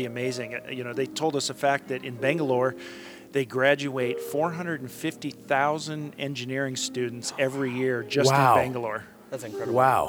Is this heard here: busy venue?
yes